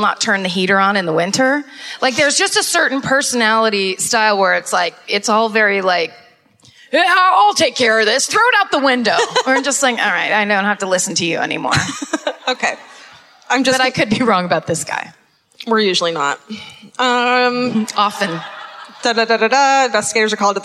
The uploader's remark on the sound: Live at the Fillmore in Detroit, MI (2017)